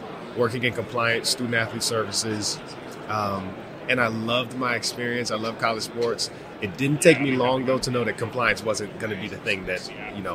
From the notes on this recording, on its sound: From Radio Row at the Super Bowl